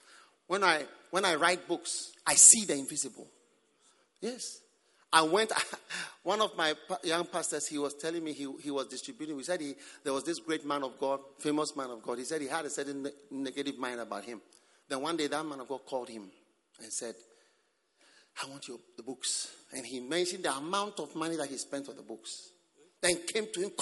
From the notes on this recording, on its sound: Preached at the Prophetic Encounter Service.